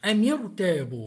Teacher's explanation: حرك آخرها بالكسر لالتقاء الساكنين الميم والراء فتفخم · Term: التفخيم